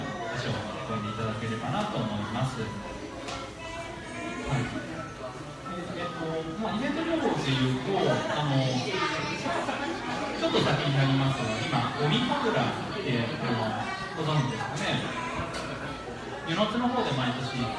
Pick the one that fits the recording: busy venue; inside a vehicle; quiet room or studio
busy venue